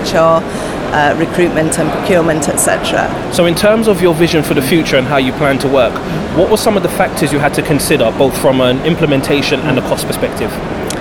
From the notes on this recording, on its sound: This episode is a special live recording from Oracle OpenWorld which was held at the London Excel. We managed to grab a quick interview with her after her breakout session.